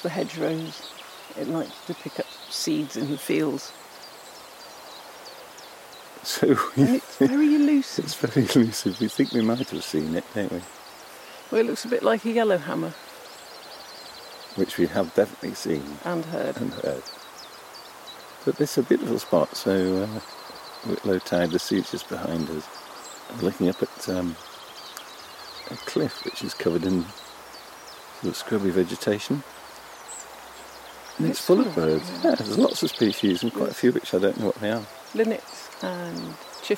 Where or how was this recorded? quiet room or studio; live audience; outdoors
outdoors